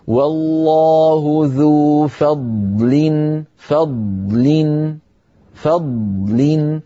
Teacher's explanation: فضاد لها صوت مستطيل ورخو